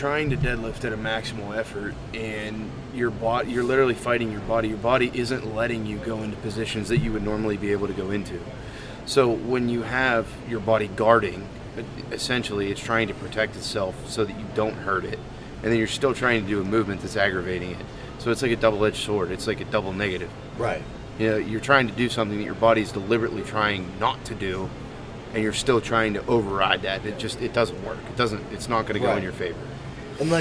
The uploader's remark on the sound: The 580 Show is back, live from the AIRPORT!